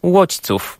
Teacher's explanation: pochylone O, na przykład w wyrazie łodźców, czyli dźwięk pośredni pomiędzy O a U